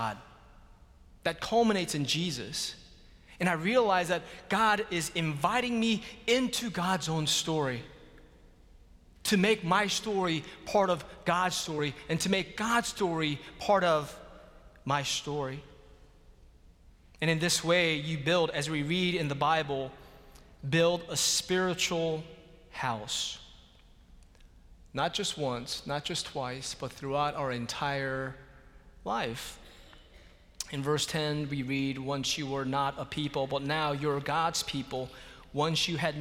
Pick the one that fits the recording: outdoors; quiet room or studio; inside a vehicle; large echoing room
large echoing room